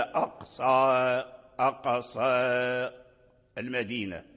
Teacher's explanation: فإذا وقفت على أقصى تقف عليه بالإمالة